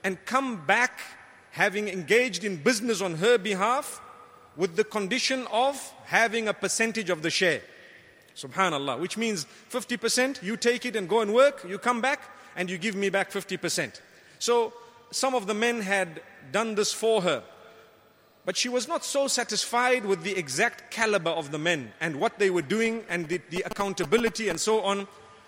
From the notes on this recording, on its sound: Delivered at Tuanku Mizan Zainal Abidin Musjid.